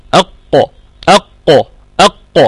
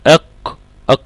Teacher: القاف عميقة شوية عن القاف اللي احنا بننطقها · Shown in: first take · Term: حرف القاف